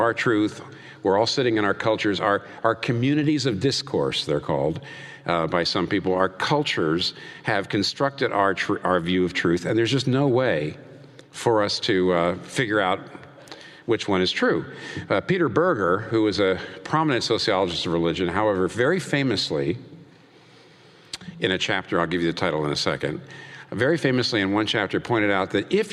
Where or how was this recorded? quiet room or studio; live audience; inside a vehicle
live audience